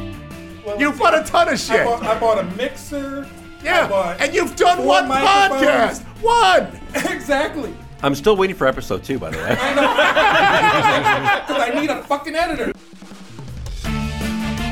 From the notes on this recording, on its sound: Adepticon #6 LIVE. We’re back at Adepticon for another chaotic live recording.